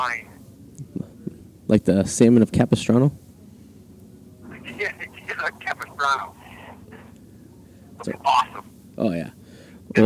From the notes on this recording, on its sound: Live At the Comfort Inn in Revere. Stuck in traffic on 495 so he phones in the episodes, literally.